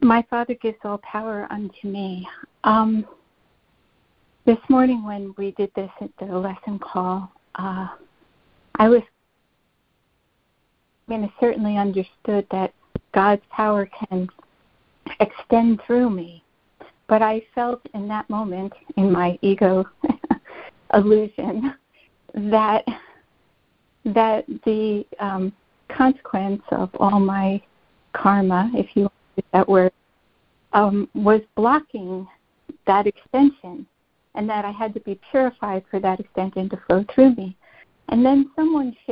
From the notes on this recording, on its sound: ACIM Daily Conference Call